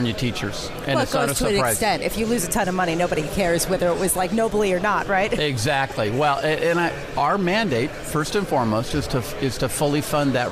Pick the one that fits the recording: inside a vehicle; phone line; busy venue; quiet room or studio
busy venue